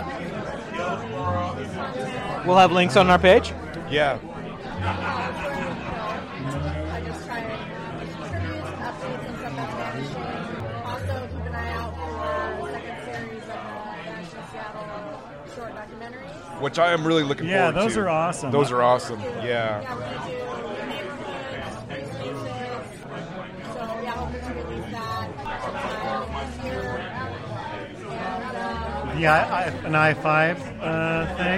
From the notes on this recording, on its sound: The Northlake Tavern & Pizza House in the University district. Recorded live at the The Northlake Tavern & Pizza House.